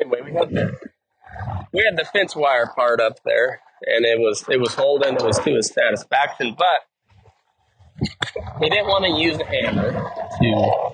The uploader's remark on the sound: Pardon the audio quality, its been a while since I've recorded on horseback!